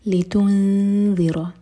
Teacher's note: لتنذر تا پر دوما ہے تو ہوٹ گول ہوں گے